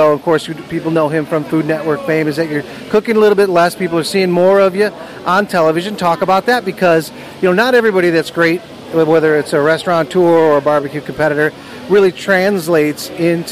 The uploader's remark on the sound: LIVE from The Jack Daniel&#8217;s World Championship BBQ Invitational. LIVE from The Jack Daniel’s World Championship BBQ Invitational.